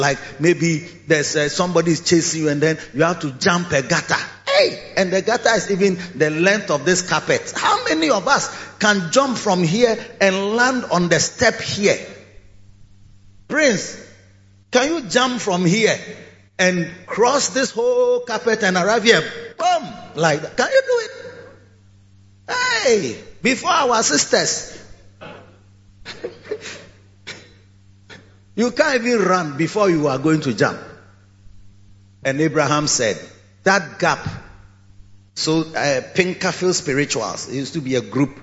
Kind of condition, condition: setting, large echoing room